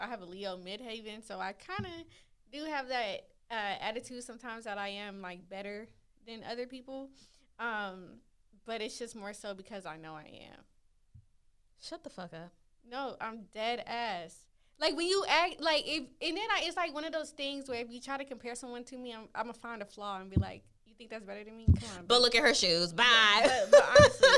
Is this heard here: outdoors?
no